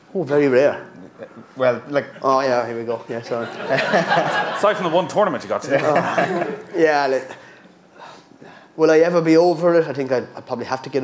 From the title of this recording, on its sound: live in Galway